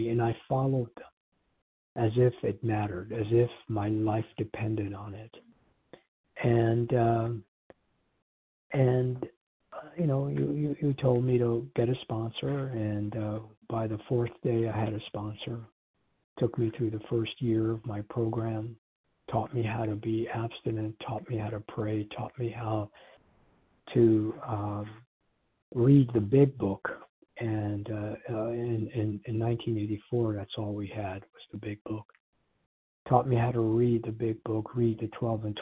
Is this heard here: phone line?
yes